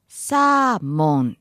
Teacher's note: So flat and high, then dropping. · Term: pitch accent